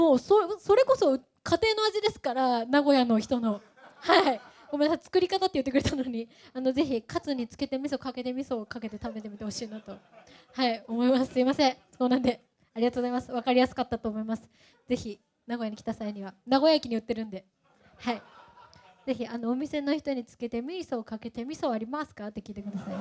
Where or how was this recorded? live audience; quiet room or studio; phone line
live audience